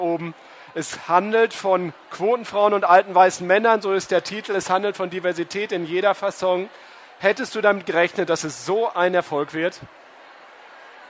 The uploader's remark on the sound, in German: Live-Gespräch auf der Karriere-Messe HerCareer